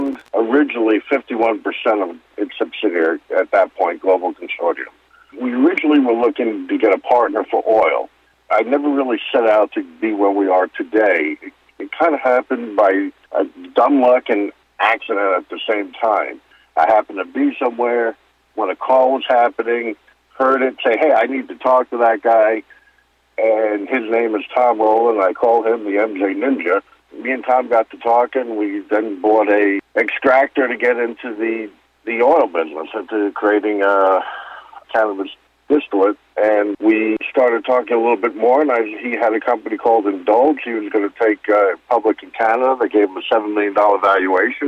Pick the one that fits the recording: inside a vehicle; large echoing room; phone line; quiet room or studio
phone line